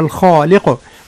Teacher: حذاري من ترقيق الخاء من الخالق